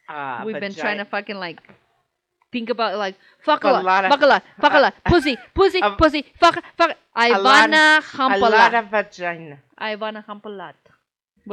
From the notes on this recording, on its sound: Sorry about the audio